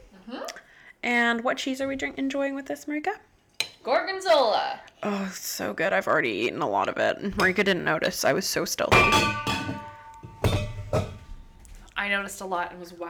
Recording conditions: sounds in the background